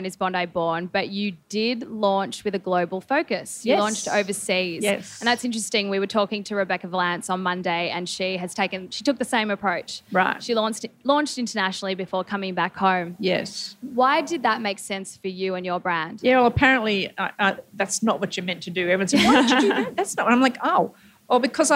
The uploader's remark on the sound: Live from Afterpay Australian Fashion Week